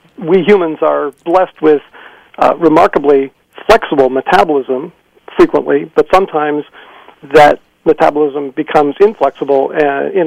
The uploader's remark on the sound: Boisterous and mostly unedited live call-in show on KGNU Boulder/Denver.